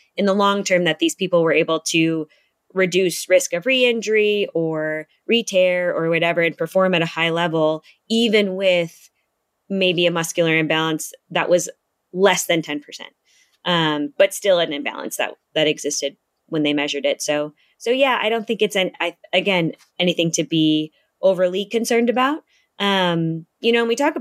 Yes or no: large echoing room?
no